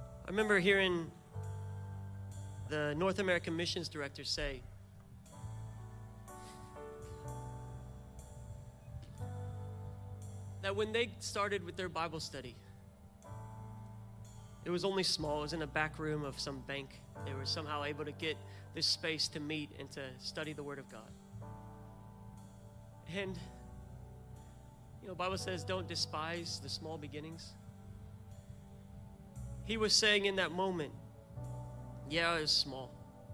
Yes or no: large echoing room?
yes